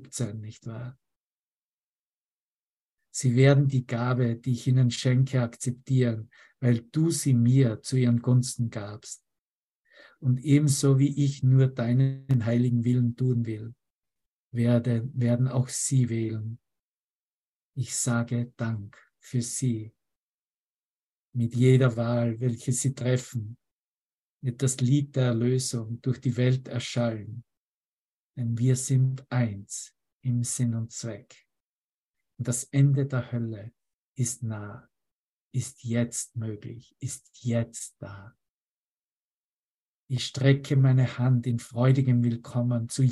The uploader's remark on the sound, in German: Zoom-Session. Veranstaltet von der Aleph Akademie.